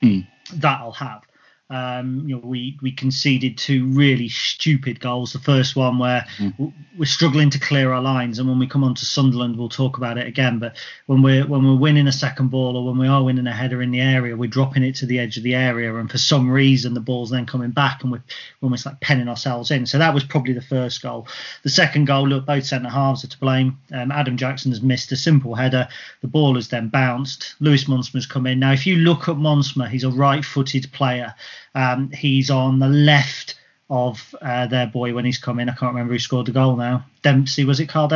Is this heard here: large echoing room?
no